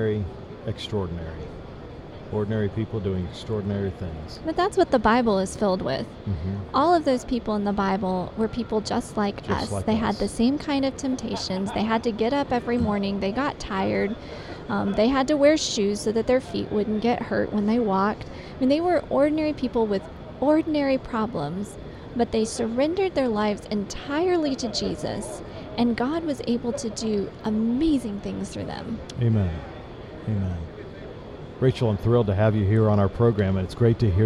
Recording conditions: busy venue